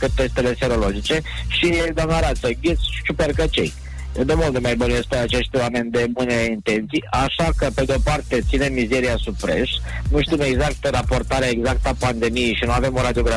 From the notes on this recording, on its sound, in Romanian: Live prin telefon.